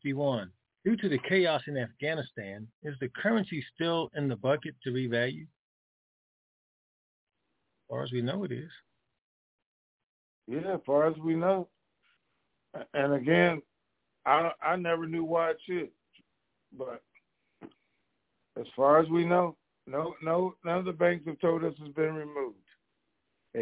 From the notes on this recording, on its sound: TNTSuperfantastic Conference Call.